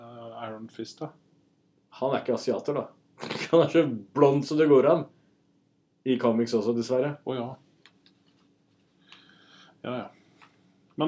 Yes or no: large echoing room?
no